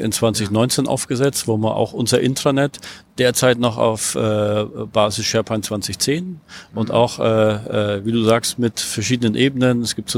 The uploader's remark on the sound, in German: Aufgenommen auf der European SharePoint, Office 365 and Azure Conference 2018 in Kopenhagen.